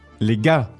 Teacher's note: So you don't say the R. No, you don't.